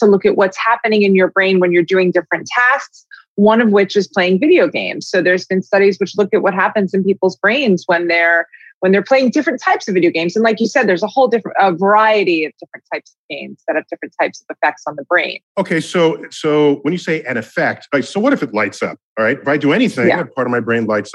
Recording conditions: video call